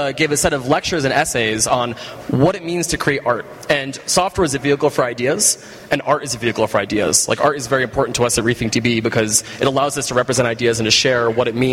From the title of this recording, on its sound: Live from ng-conf!